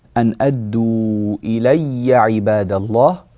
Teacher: الياء هنا ياء مشددة فنعطيها حقها من التشديد في حال الوقف وفي حال الوصل طبعا احنا لم نقف عليها